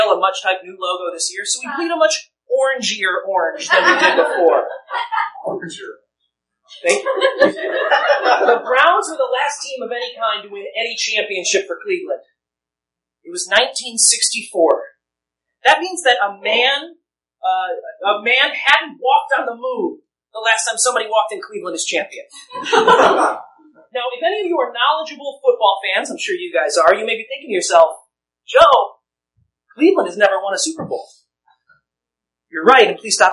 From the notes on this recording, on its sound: The Nerdologues Live in Pittsburgh! Doing them to a packed crowd in a new city definitely gives them a new spin.